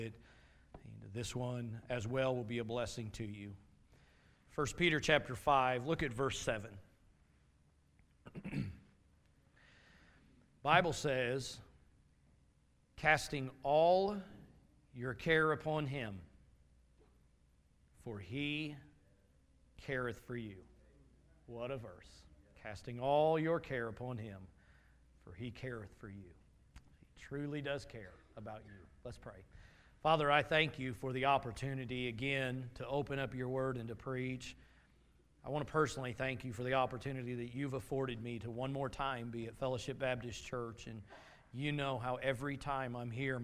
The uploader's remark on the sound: Message from Sunday morning service